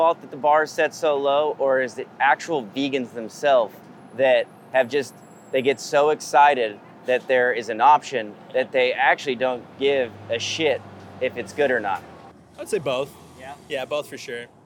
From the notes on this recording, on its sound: caught up with them at Vegan Playground outside of Boomtown Brewery in Downtown Los Angeles